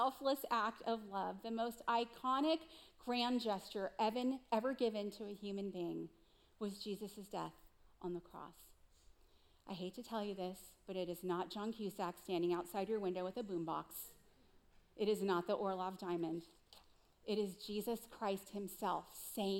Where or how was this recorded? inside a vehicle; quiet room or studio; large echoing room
large echoing room